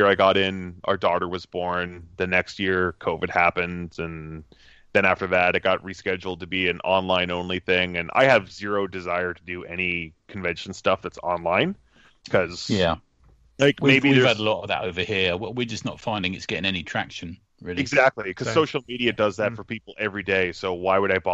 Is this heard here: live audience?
no